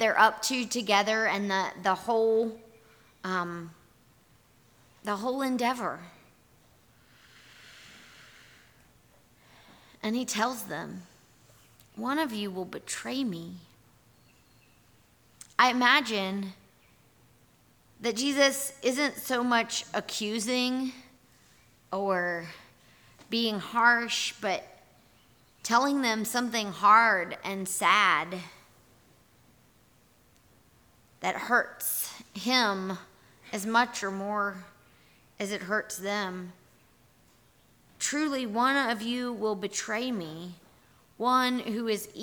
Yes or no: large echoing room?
yes